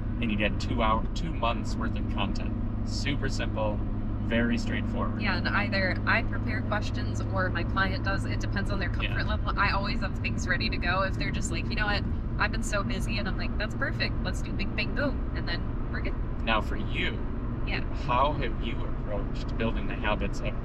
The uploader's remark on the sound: This week, we're sticking with our podcast habit by recording from the car. We had an audio snafu, but that won't stop us. Shure SM58 Microphones.